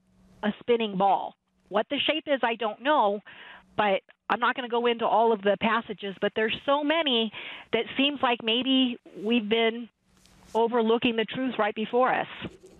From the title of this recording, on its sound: The Truth & Liberty Live Call-In Show